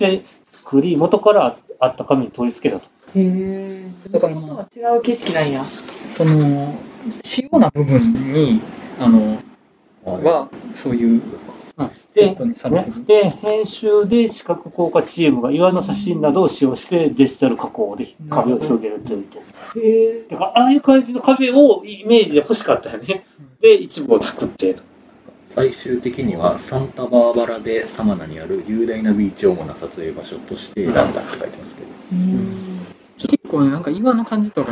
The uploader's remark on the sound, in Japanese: 録音環境の問題で低音質です。